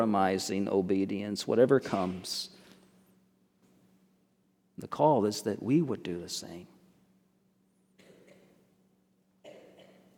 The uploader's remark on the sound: Originally recorded on 09/24/23 at First Baptist Church in Mount Washington, KY.